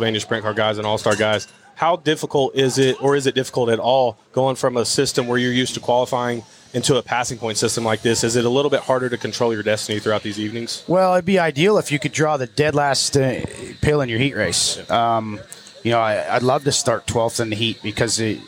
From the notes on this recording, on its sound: Live from the 36th annual Chili Bowl Nationals